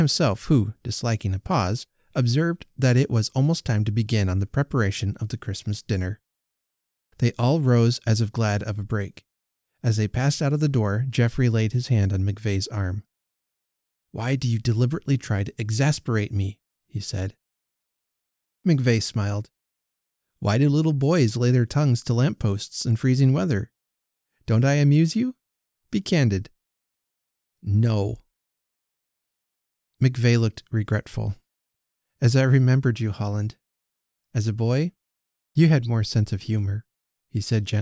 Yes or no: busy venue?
no